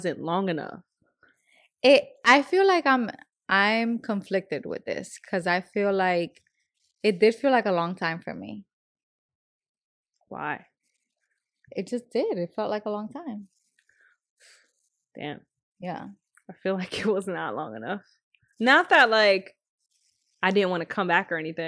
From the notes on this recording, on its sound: SORRY FOR THE STATIC SOUND YA'LL.